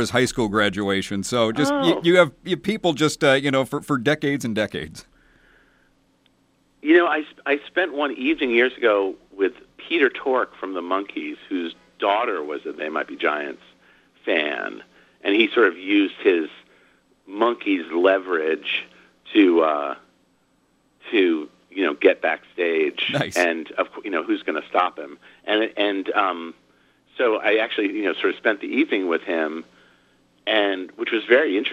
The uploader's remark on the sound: called in for a chat